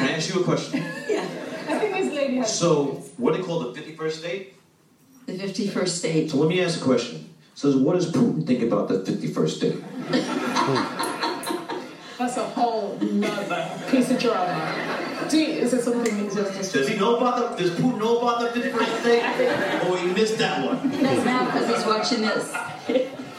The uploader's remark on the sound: After an exclusive screening of BlacKkKlansman. A couple questions from the audience.